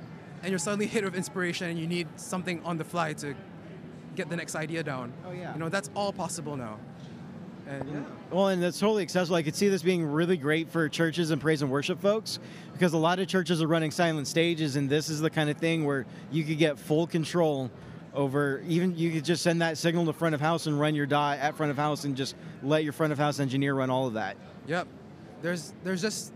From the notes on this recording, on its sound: takes a field recorder to the NAMM floor